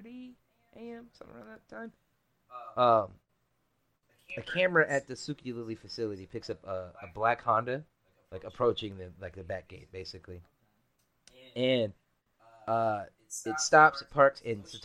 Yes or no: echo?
yes